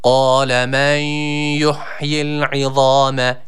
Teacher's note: burada sakin olan nunu y'ye birleştiriyoruz · Term: nundan y'ye geçiş